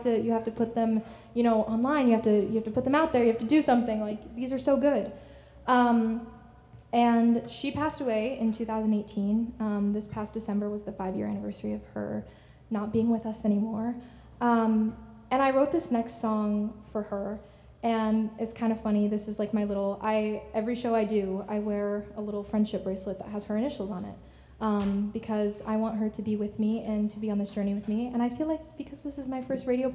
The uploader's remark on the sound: performed a Local Live Remote session from the Orbit Room!